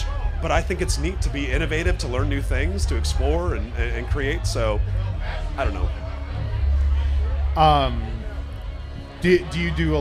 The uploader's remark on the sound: Live From Snallygaster 2. In this second episode recorded live on the DCBeer podcast stage at Snallygaster.